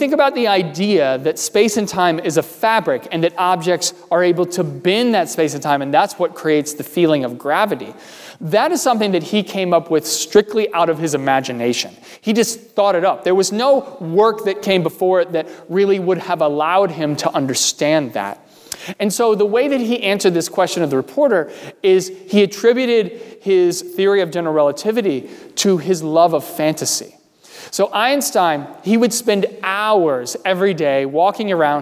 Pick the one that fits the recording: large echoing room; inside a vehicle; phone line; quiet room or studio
large echoing room